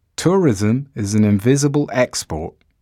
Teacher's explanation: Export here is a noun. Stress on the first syllable.